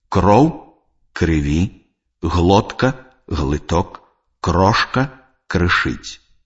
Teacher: Калі галосныя «о», «э» ў аднакарэнных словах аказваюцца не пад націскам, то яны супадаюць з галосным «ы».